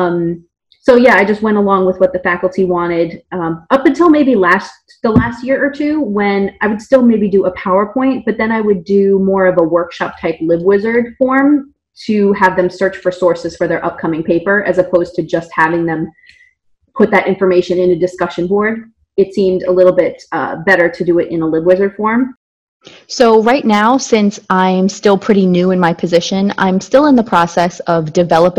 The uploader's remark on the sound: NOTE: It's not your speakers! We had some technical difficulties recording this episode and we are sorry for the choppy audio!